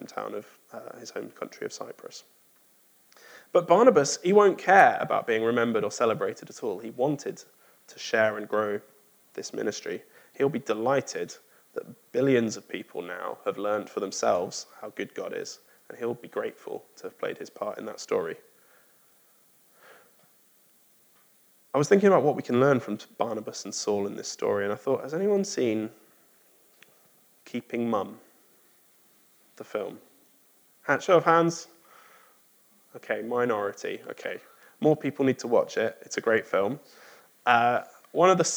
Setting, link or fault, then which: setting, large echoing room